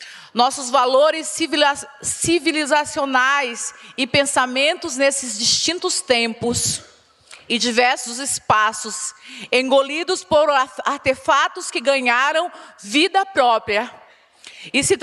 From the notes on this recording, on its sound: This audio file is an excerpt from ChangeNOW 2022, The World's largest event for the planet, held May 19-21.